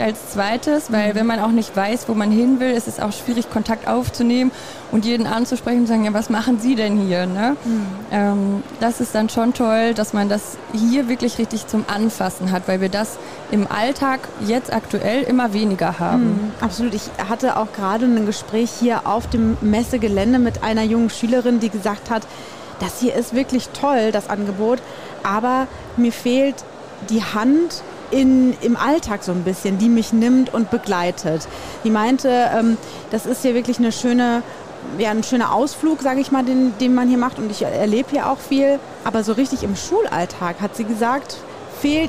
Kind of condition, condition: setting, busy venue